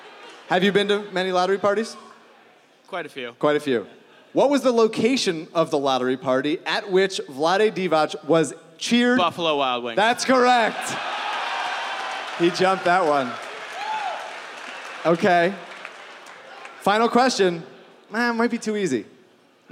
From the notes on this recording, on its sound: made a surprise appearance at Live Ricky IV, surprised the audience with a gift